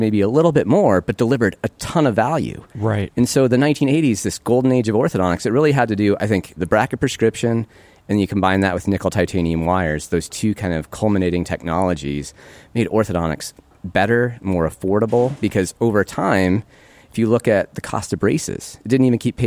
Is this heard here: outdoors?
yes